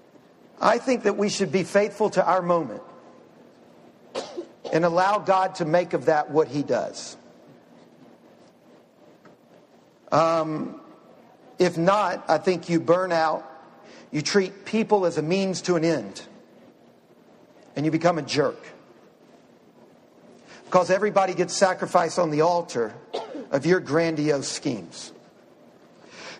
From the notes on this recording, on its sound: Q&A portion of Lecture 3 of 4. This series of lectures is presented by DownTown Talks.